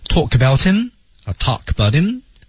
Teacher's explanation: talk about about 连读 him 首字母不发声不发音